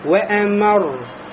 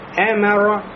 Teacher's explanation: Значит, когда у меня ро является мушаддада, я должен сделать долг, надавить. Толчок будет сильнее, и необходимо прочувствовать самому и дать другому почувствовать из своего чтения то, что ро является удвоенной. · Shown in: first take